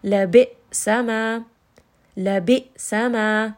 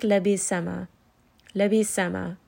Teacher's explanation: Here we have a hamza. Hamza is a letter of jahr, meaning that as we are saying this letter, the sound will abruptly stop in the throat. · Shown in: first take · So we are going to make sure that we give it some more jahr, that we give it a little bit of that jerkiness, and that we abruptly stop the sound in order to make that hamza more audible.